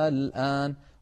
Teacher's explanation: دخلت عليها همزة الاستفهام فأبدلت همزة الوصل ألفا فصار النطق الآن